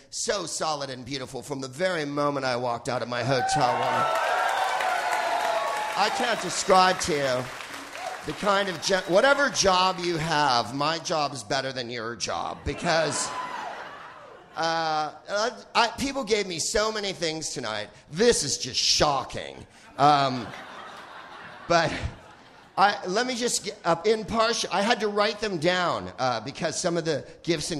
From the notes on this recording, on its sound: Live from Vancouver's "FanClub